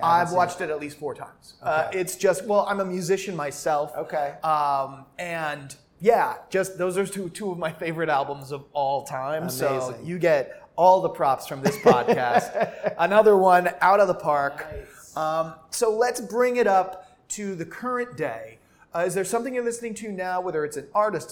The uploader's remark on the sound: We’re back with another edition of the Masters of Brand Masters series, recorded on site at the ANA Brand Masters Conference in Bonita Springs, Florida.